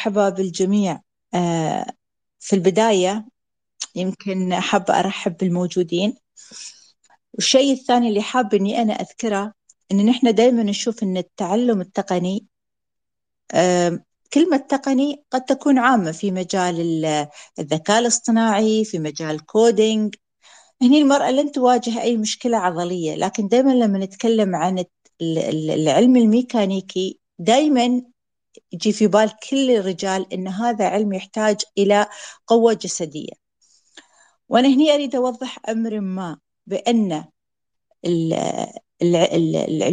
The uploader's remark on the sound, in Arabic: تسجيل لمساحة ابن رشد الأسبوعية على منصة تويتر